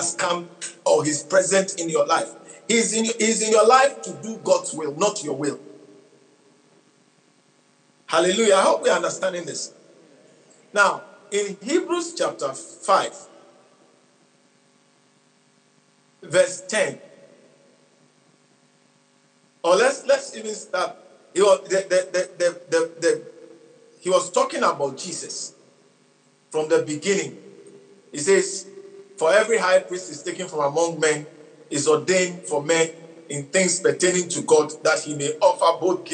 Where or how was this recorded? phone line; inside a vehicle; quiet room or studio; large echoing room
large echoing room